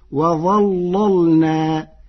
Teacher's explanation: قرأ ورش كلمة وظللنا بتغليظ اللام الأولى فتصير وظللنا لمناسبة الضاء المفخمة.